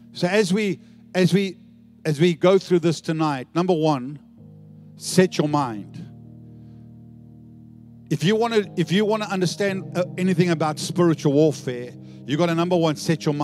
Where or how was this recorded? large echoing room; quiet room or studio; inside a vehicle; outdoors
large echoing room